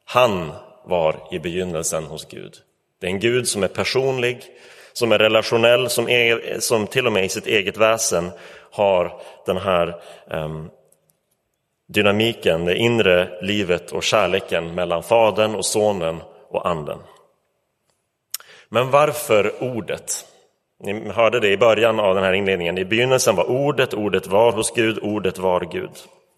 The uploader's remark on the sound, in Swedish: Inspelad i Roseniuskyrkan den 25 december 2023.